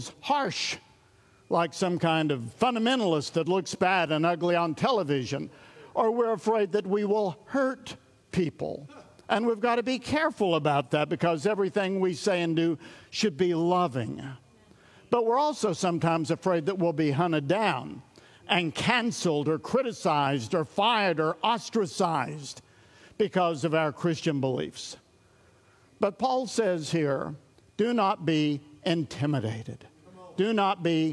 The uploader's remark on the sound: recorded at Sunnylane Family Church in Oklahoma